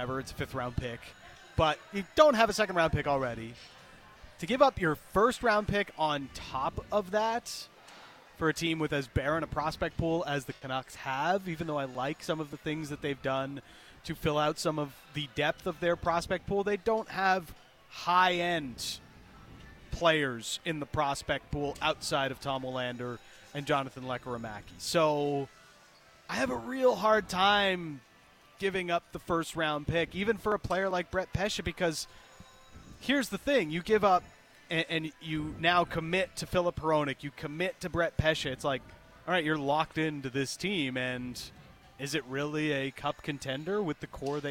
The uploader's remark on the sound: live from Parq Casino